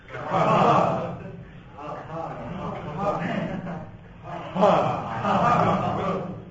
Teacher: Okay, there's an extra puff of breath.